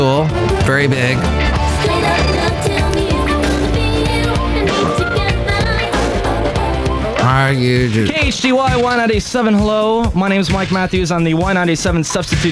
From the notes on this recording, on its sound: Podcasts live from Cafe Anyway.